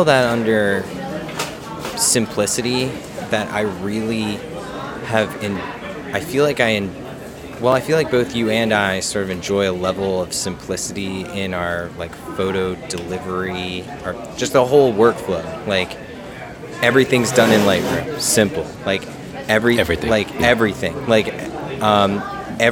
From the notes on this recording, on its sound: We apologize in advance for the background noise in this one as it was recorded in the middle of a busy airport before an impending blizzard. Pre-blizzard epicast.